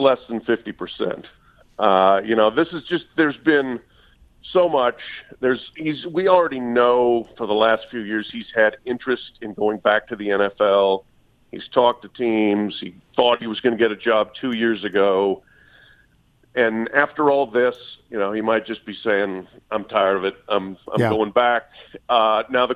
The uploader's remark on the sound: phones